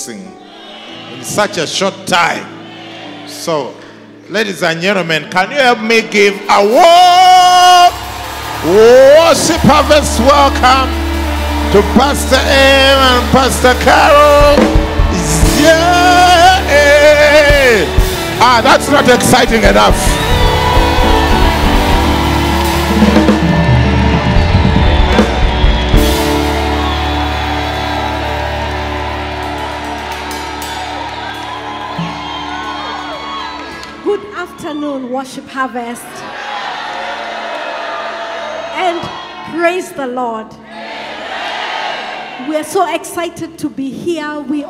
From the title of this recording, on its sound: Preached at Worship Harvest Camp, Kampala